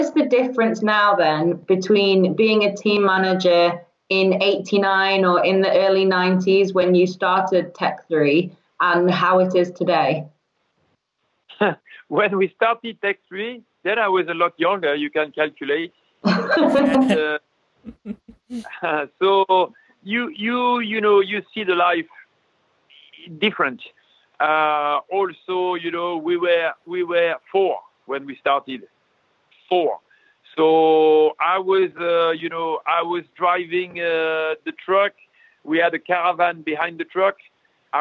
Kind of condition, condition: link, phone line